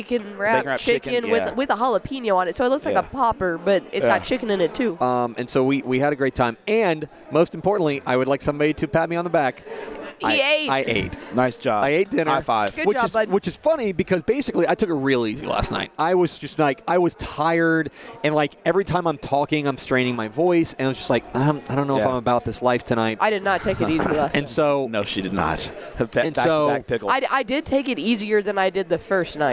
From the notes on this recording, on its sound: Recorded at the 2022 THSCA Coaching School and Convention in San Antonio.